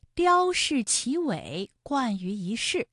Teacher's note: 一世的一它也是一声，不过呢它在这里做变调处理，读二声了